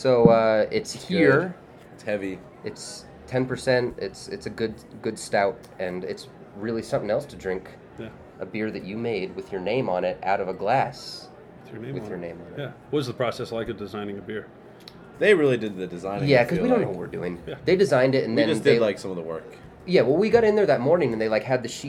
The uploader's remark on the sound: at Ska Brewing 20th Anniversary